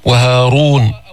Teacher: والراء مفخمة في كلمة هارون لأنها مضمومة